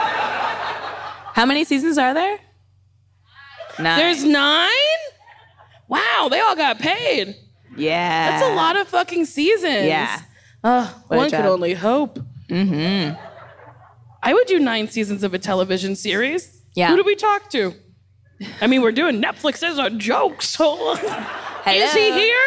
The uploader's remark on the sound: This week, we’ve got a couch! We’re live from the Netflix Is A Joke festival. Lots of wonderful questions from our audience!